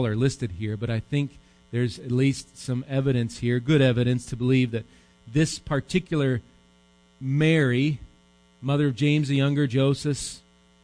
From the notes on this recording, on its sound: Recorded live at Bethany Bible Church.